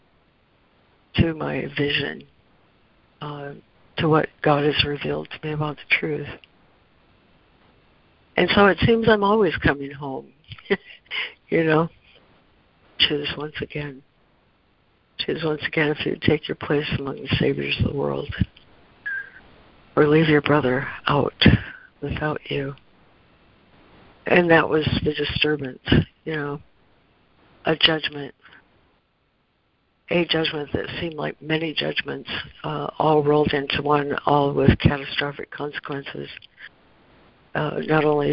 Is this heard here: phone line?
yes